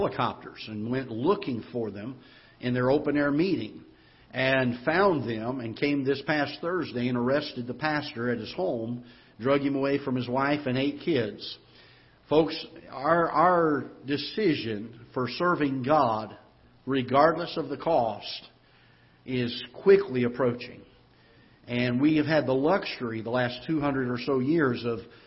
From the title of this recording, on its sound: Ketha Heights Baptist Church ~ Live Broadcast